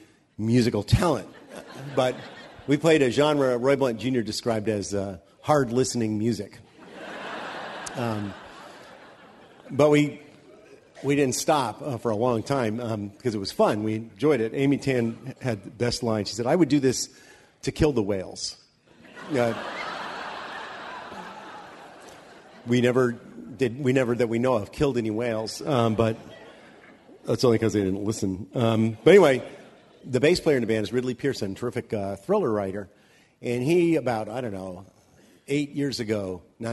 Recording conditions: live audience